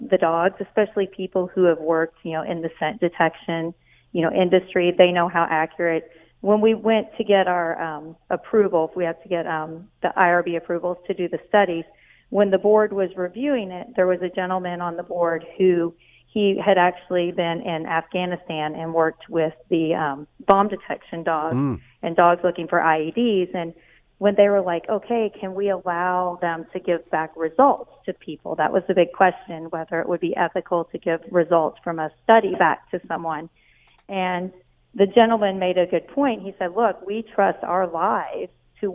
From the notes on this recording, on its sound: opens the phone lines